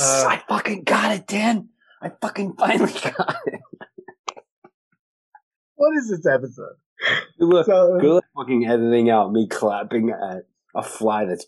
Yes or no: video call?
yes